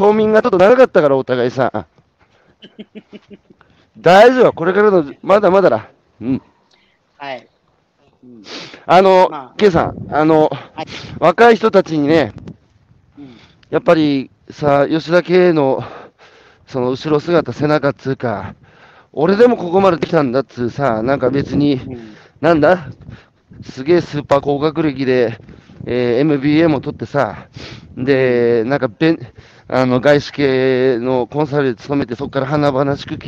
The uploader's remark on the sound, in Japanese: 歩きながら1時間、対談する